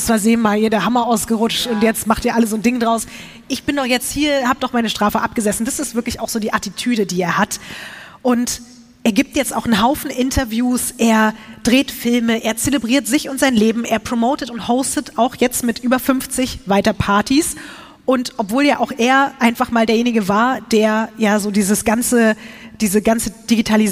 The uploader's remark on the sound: LIVE in Berlin